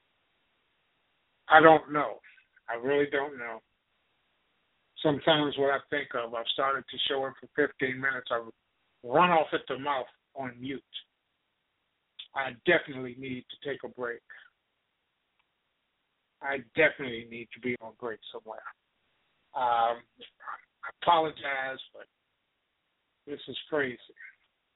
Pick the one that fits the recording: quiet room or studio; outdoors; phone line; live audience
phone line